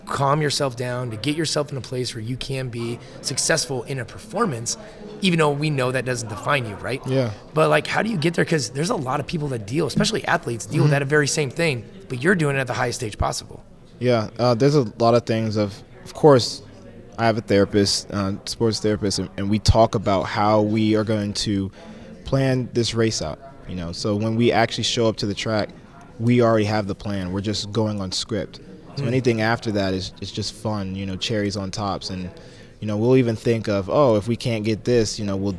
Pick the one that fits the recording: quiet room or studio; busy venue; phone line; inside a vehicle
busy venue